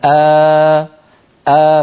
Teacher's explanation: فلما تبدأ صوتك هذه هي الهمزة، ولما تتابع الصوت هي الألف